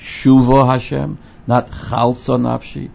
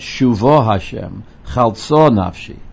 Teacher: these words, shuvo and chalso, should be pronounced milera. The emphasis should be on the last syllable · Shown in: second take · not shuvo Hashem, not chalso nafshi, but shuvo Hashem, chalso nafshi.